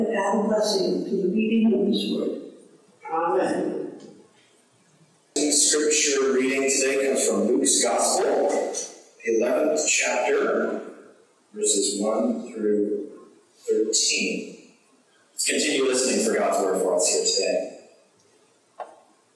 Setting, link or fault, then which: fault, poor sound quality